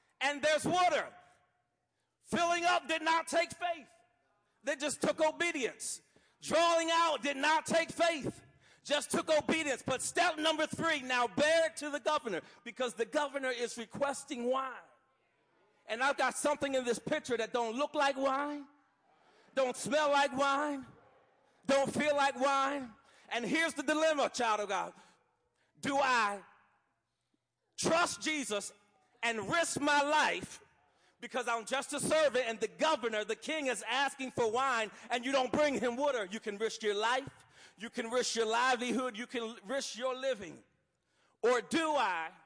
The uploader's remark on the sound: Watch Nights - New Years Eve Service 12-31-14 - Audio. Live, new years eve.